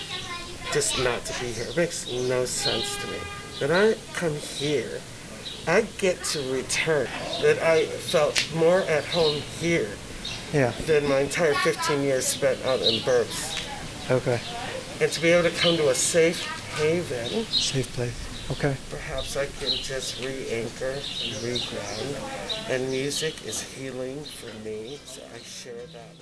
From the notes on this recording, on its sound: Recorded at a rally in response to Asian hate crimes held at The Buddhist Temple of Chicago in the Uptown Community.